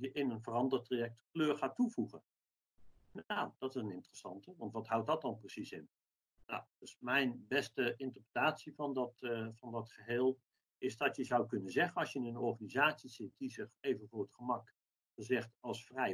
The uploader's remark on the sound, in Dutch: Deze podcast is online opgenomen.